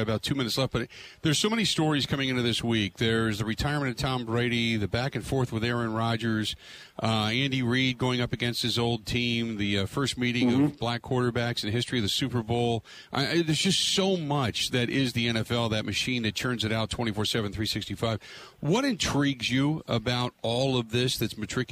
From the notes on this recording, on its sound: Live From Radio Row At Super Bowl 57.